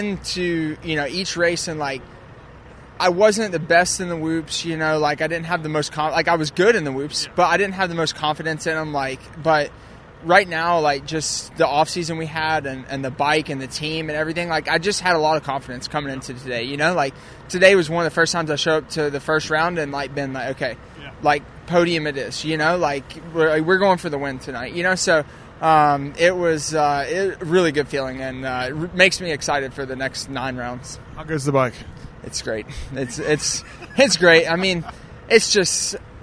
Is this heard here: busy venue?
yes